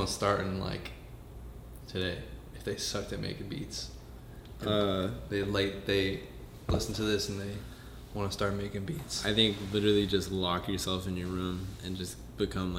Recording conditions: echo